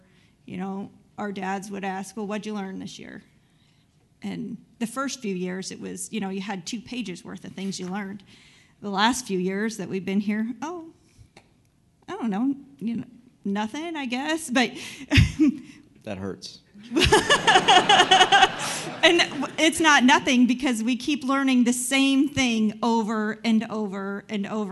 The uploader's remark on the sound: Host this episode in front of a live "studio" audience, where they interview attendees of the annual Master Management Conference hosted by White Commercial Corporation.